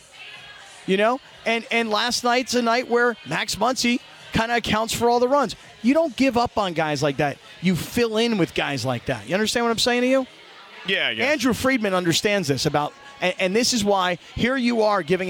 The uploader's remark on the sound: LIVE from Yaamava Resort & Casino